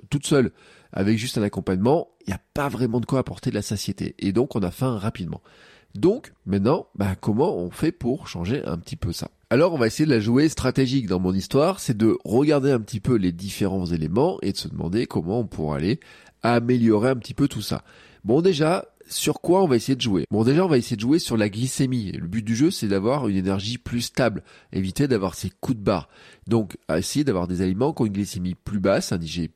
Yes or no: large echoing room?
no